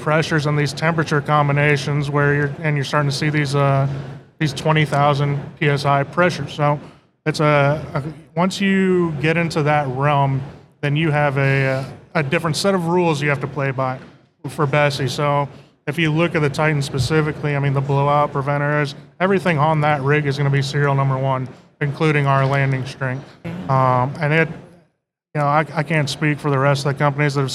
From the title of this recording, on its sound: recorded at OTC 2023